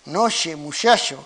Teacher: la articulación fricativa de la che, noche, muchacho, frente a sus variantes africadas